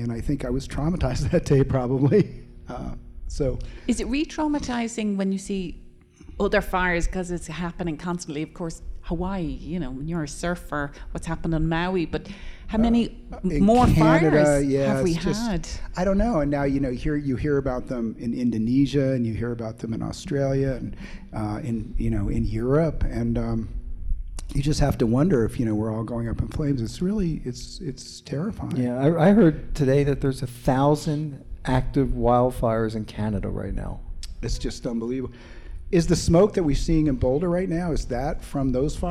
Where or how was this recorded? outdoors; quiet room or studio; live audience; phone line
live audience